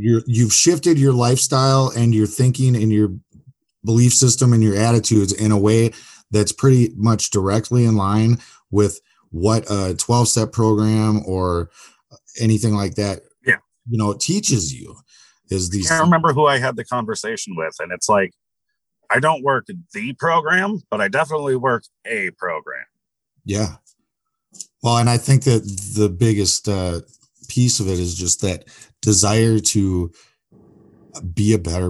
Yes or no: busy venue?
no